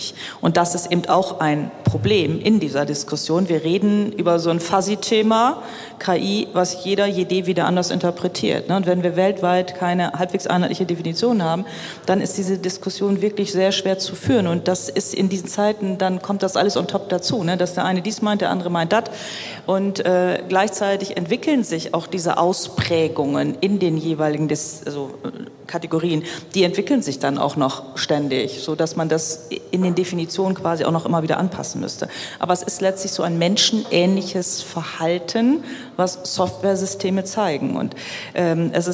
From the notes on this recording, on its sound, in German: Die Diskussion findet auf der Bühne des Waterkant Festivals 2023 statt